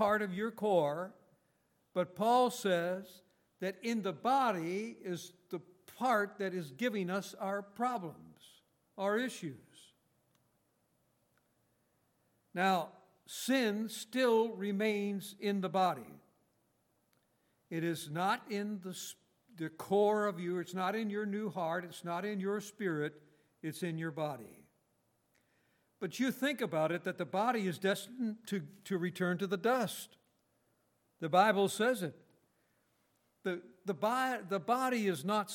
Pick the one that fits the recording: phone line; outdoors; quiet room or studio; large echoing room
large echoing room